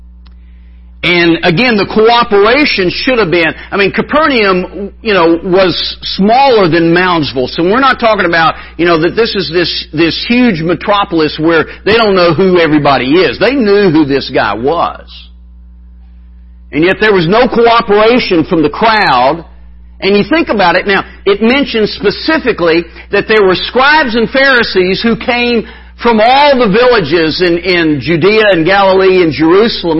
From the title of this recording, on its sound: Wednesday Evening Revival Service